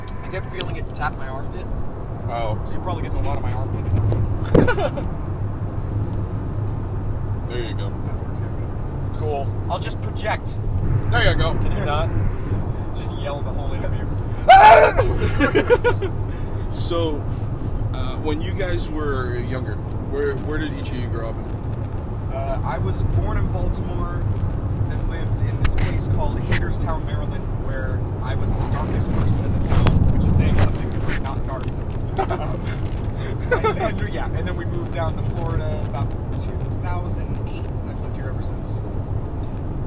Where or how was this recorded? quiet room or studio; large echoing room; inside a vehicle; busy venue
inside a vehicle